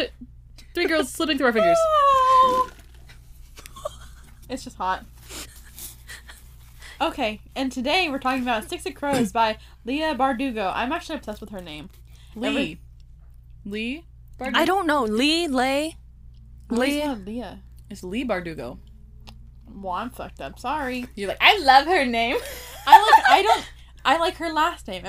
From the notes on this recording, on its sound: Enjoy the slimey noises!